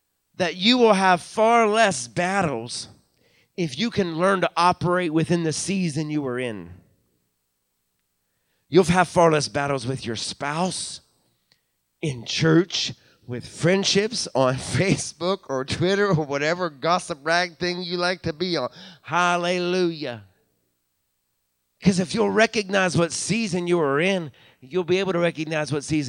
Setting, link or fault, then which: setting, large echoing room